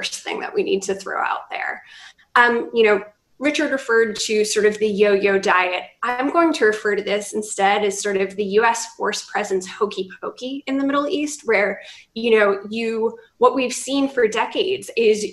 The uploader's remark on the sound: The CNAS Defense and Middle East Security Programs convened a virtual panel discussion.